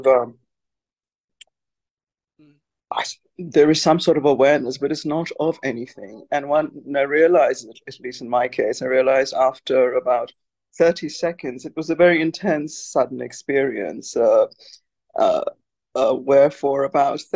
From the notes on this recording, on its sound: In a Zoom meeting with the Ramana Maharshi Foundation UK on 14th October 2023.